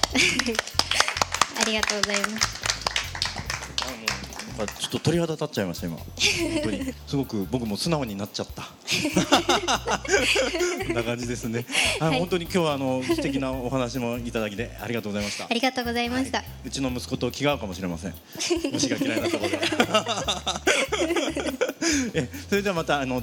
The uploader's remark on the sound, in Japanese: 川崎モアーズ屋上ビヤガーデンをお借りしたライブイベントでの公開収録！